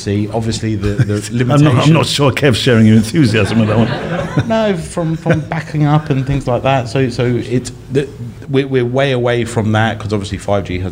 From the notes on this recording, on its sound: LIVE from the House of Photography - first birthday show. Recorded LIVE at London's Fujifilm House of Photography. To face questions from the audience.